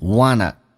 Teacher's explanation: 记住是前鼻音，同时是 want to 的一个缩写，叫 wanna, 不要发成 want, 那是后鼻音 wanna.